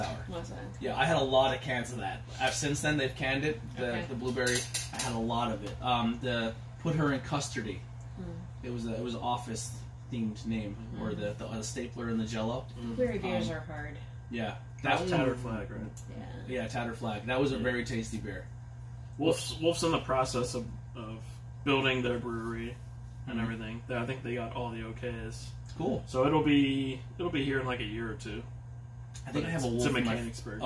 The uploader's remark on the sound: This was a quick video made with my phone so sorry if the audio is not like some of our other episodes.